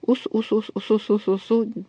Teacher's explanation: Ну вот, легко представить себе, попробуем быстро-быстро произносить закрытый слог типа «ус». И как только мы начинаем его быстро повторять, так вот этот закрытый слог «ус» превращается в открытый слог «су»